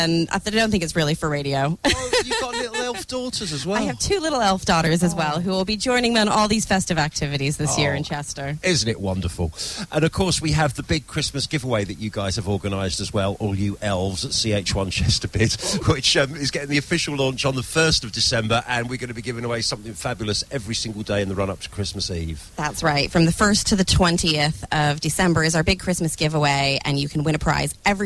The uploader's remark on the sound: live at the Chester xmas lights